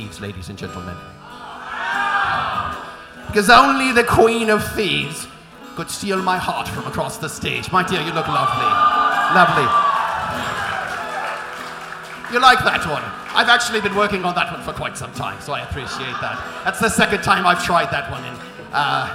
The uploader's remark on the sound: (GeeklyCon 2017 Liveshow). This episode was recorded live on stage at the Old Rock House in St Louis during the GeeklyCon 2017 Liveshow.